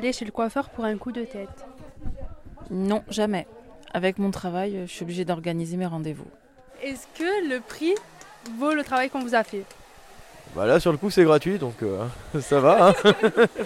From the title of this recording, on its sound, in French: En direct du salon de coiffure